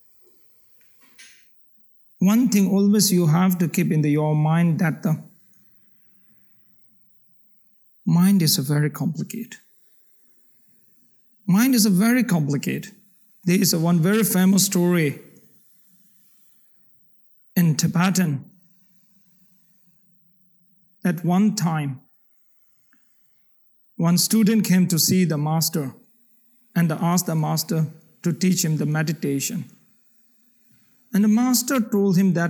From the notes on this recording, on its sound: The Rubin Museum presents a weekly meditation session led by a prominent meditation teacher from the New York area. This podcast is recorded in front of a live audience in Chelsea, New York City, and includes an opening talk and 20-minute sitting session.